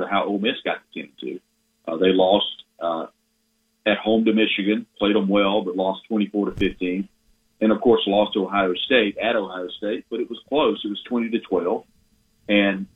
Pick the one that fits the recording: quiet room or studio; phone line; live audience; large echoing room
phone line